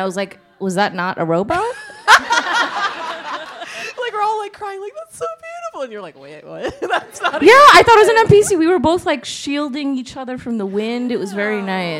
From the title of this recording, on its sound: The Polygon Show LIVE at FlameCon 2018